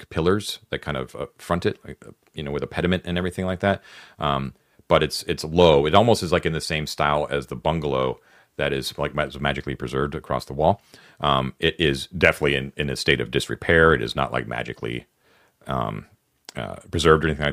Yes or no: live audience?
no